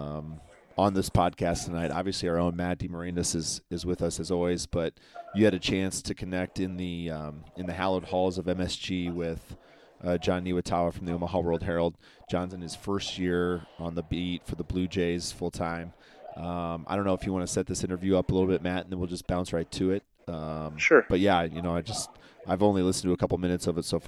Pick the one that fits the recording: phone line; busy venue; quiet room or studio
busy venue